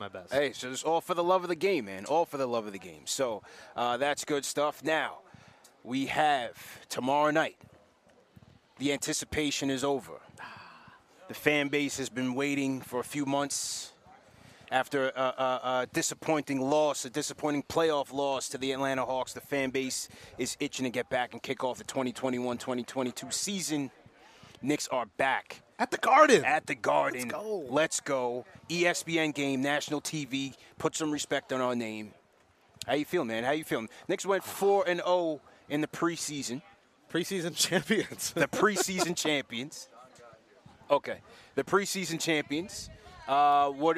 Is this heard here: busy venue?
yes